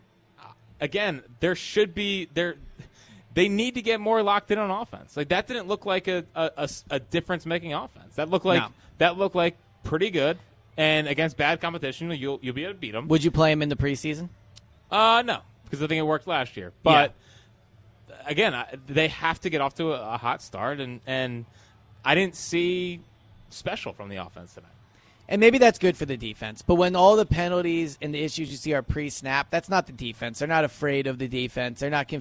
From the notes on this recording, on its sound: Live at Lincoln Financial Field. Broadcasting the Eagles only open practice of the season.